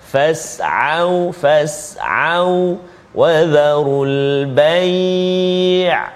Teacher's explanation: Maka huruf ain dia terletak di tengah halqum kita.